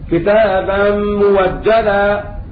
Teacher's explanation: وإذا كانت الهمزة مفتوحة بعد ضم تبدل واوا خالصة